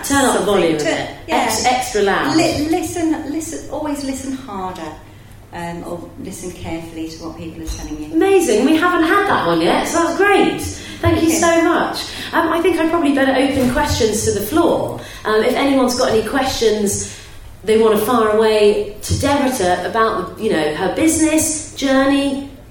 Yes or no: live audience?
yes